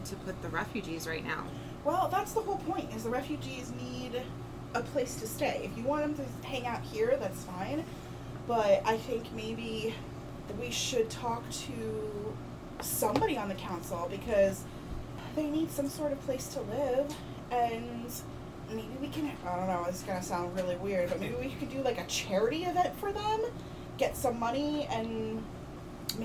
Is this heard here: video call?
no